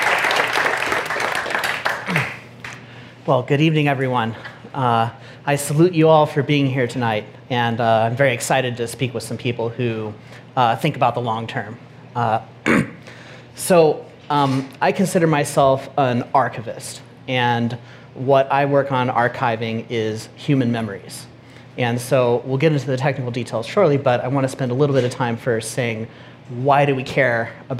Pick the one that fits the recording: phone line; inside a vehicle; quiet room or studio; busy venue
busy venue